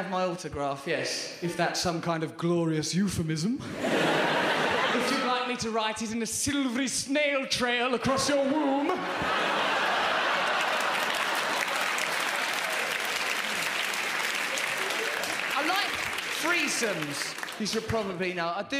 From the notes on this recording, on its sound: Recorded at the Hackney Empire.